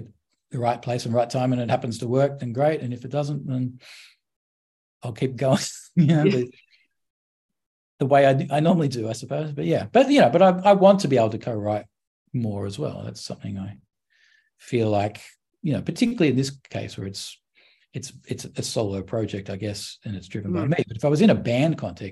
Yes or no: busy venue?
no